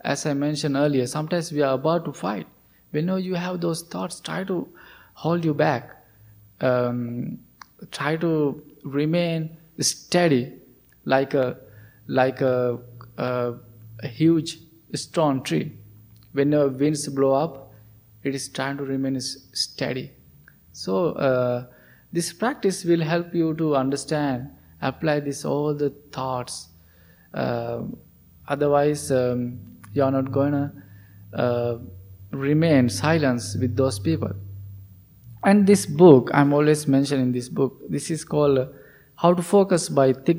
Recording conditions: large echoing room